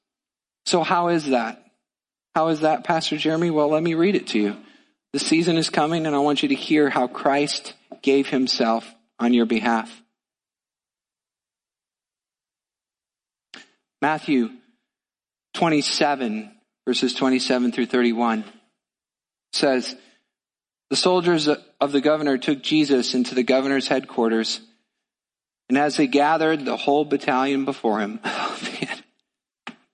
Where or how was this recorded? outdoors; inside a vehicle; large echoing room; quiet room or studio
large echoing room